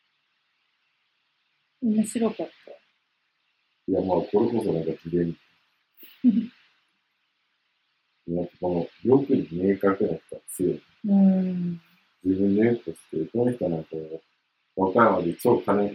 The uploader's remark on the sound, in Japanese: 音声が悪くてすみません。